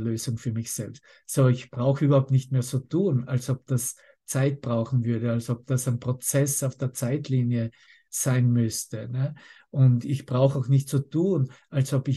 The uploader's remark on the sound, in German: Zoom-Session. Veranstaltet von der Aleph Akademie.